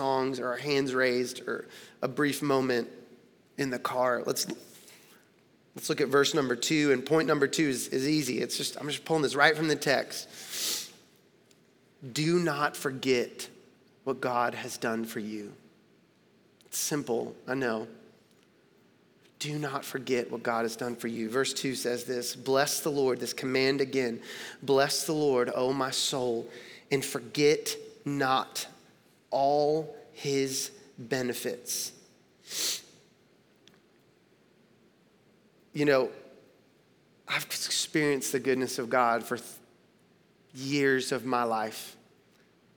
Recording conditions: large echoing room